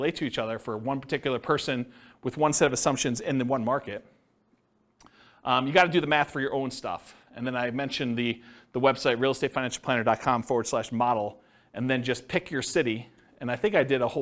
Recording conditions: live audience